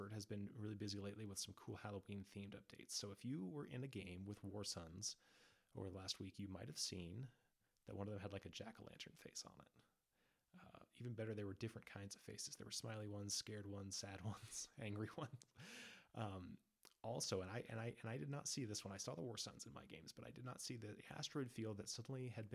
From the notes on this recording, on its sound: Apologies for the quiet audio, I'll get it eventually!